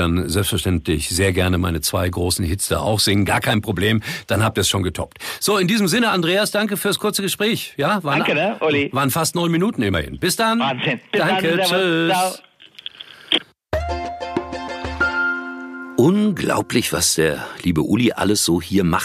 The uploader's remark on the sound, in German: im Telefoninterview